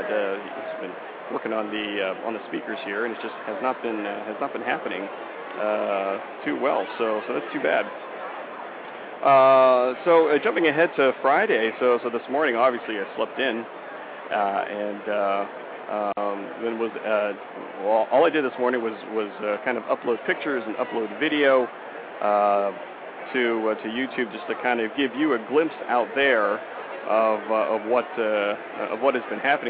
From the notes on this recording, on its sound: I will be having a live broadcast from the Exhibit Floor right from the BlogTalkRadio booth 329. In Las Vegas.